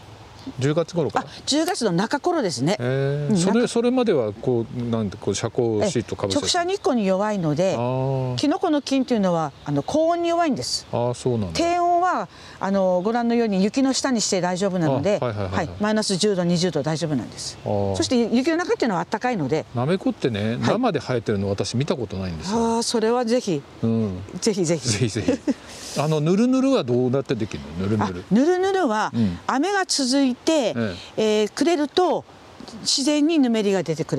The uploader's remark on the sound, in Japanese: ハウスや畑を歩きながら、話を聞いています。札幌の地温はまだ寒く。